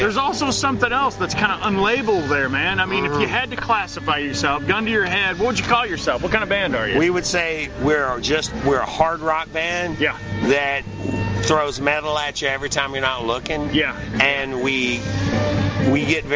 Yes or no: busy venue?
yes